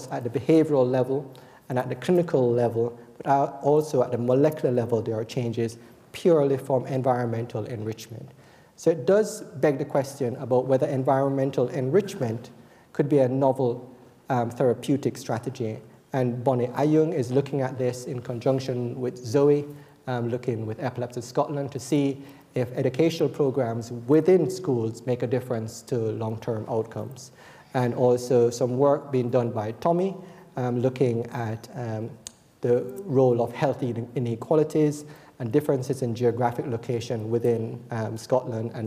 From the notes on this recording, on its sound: Recorded on 9 October 2014 at the University of Edinburgh's Anatomy Lecture Theatre.